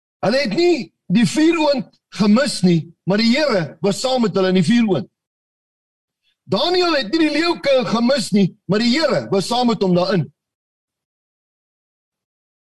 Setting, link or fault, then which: link, video call